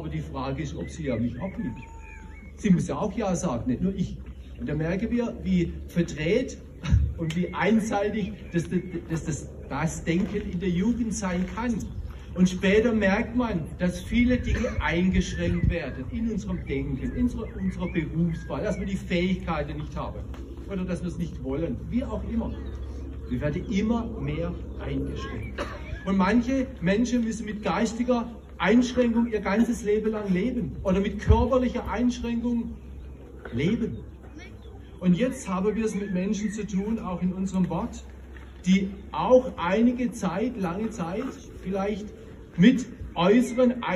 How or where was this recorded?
outdoors